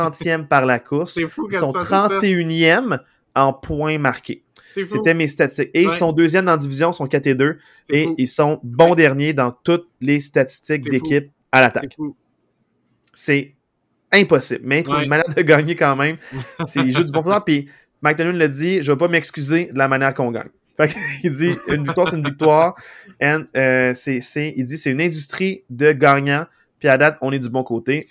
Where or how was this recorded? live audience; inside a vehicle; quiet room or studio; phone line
quiet room or studio